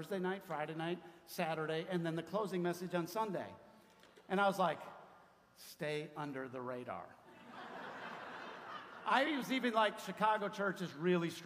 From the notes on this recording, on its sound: 40 years ago the Chicago Church was planted - this audio is from a special celebration that happened Sunday, January 29, 2023.